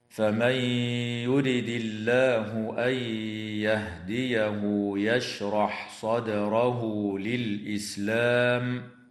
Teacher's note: النون الساكنة في قوله تعالى فمن يرد حكمها الإدغام مع الغنة في الياء بعدها، وكذلك النون الساكنة في قوله تعالى أن يهديه تدغم في الياء أيضا مع الغنة.